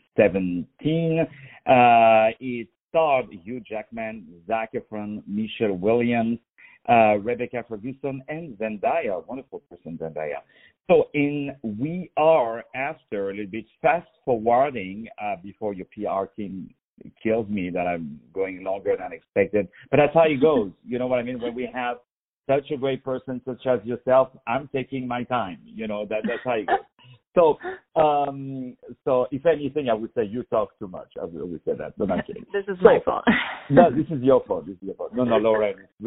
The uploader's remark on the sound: On the phone